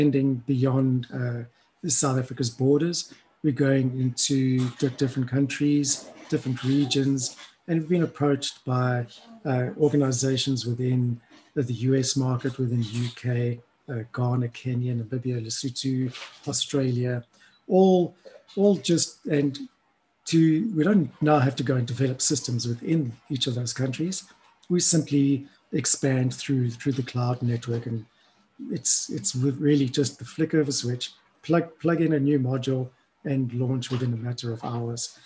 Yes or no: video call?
yes